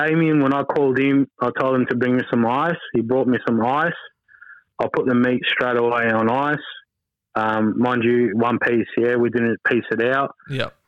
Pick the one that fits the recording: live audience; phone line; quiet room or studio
phone line